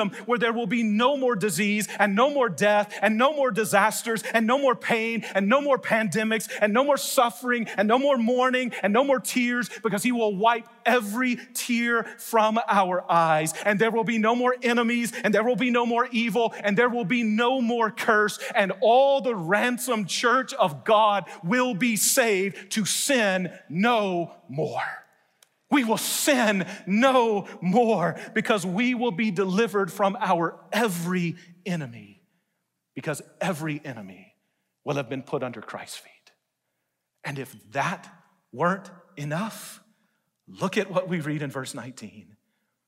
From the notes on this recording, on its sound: delivered a message in #SWBTSChapel